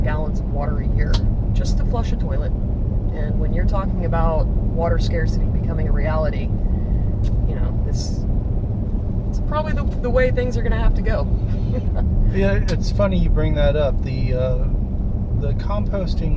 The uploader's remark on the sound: Scouting a route. Some background noise while driving around.